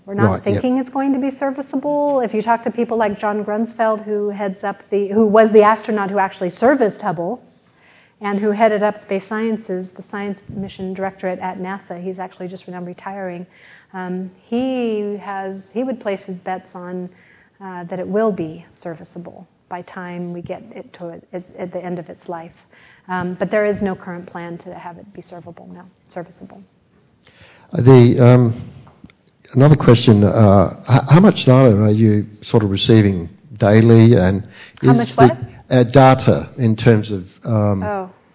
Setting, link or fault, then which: setting, large echoing room